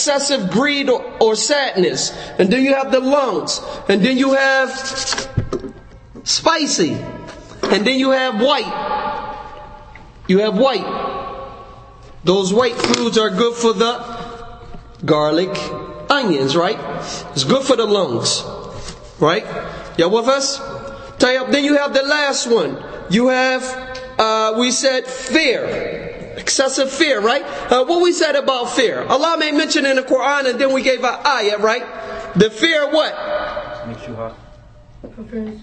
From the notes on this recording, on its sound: Conference: The Medicine Of The Prophet (ﷺ). Lecture given at Masjid Nur Allah, Queens, NY.